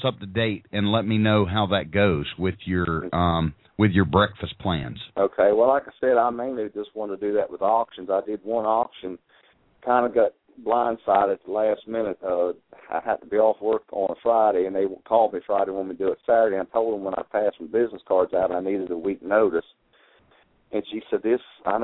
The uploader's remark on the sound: Live Vendor Call in Radio Show!